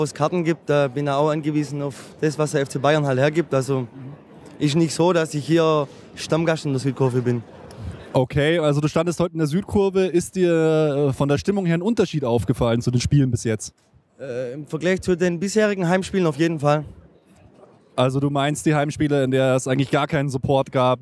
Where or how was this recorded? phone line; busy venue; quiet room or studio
busy venue